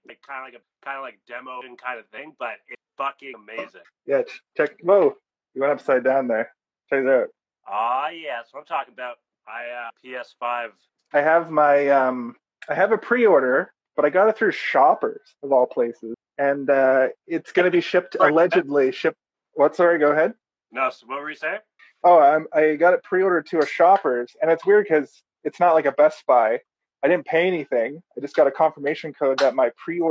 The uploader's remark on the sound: Luckily the sound has been compressed.